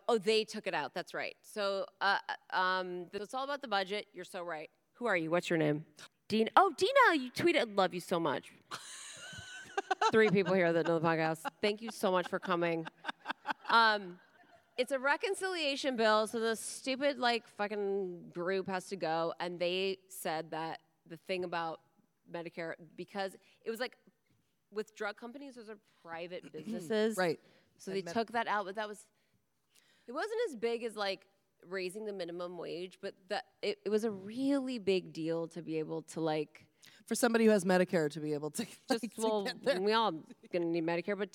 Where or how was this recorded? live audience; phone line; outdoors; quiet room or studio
live audience